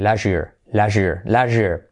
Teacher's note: Curiosidad aquí que la T, el sonido TS, last year, con la Y hace sonar como una SH